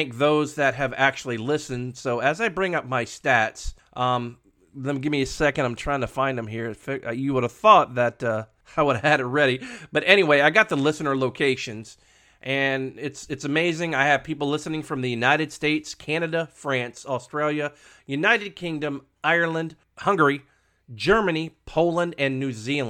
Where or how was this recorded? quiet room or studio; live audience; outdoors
quiet room or studio